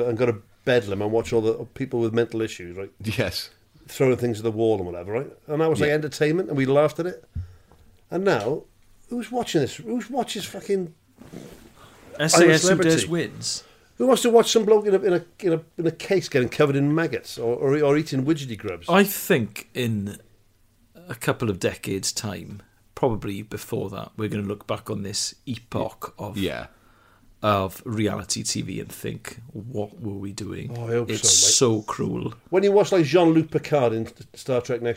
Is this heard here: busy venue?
no